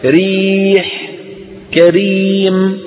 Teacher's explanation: مرققة. ترقق العرب الراء إذا كانت مكسورة